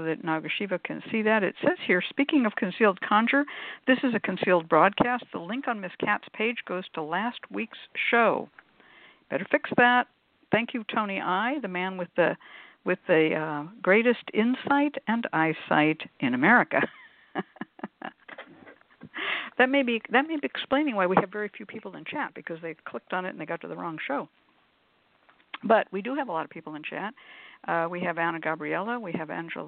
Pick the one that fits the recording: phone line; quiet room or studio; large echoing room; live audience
phone line